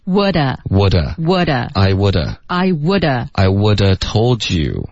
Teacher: 就是 have 的 av 的这个音就完全给弱省了，各种各样的音 OK， h 的音给省了， a 的这个音弱读成一个后面的 v 的音也给省了，就然后就连读就变成 would would would would I would I would